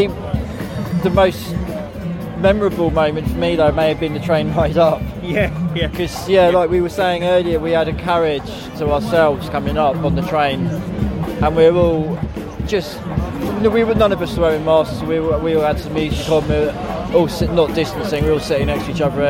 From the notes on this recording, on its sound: We report live from London as the latest anti lockdown protest makes its way through Oxford Street and eventually concludes at Hyde Park